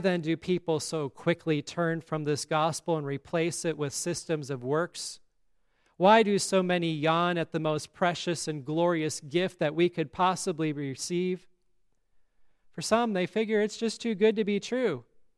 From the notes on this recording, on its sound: Today's service at Grace Lutheran Church, Lexington, MO.